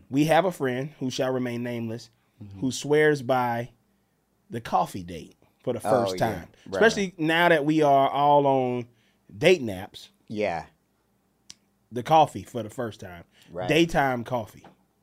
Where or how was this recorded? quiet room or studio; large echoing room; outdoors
quiet room or studio